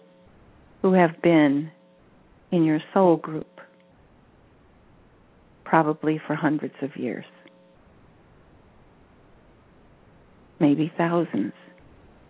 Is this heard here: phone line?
yes